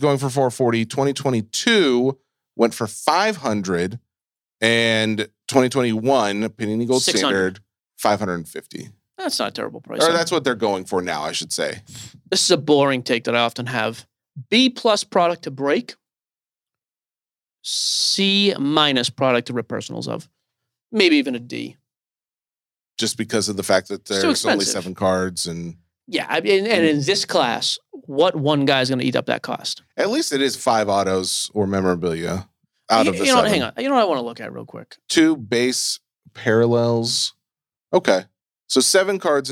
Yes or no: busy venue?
no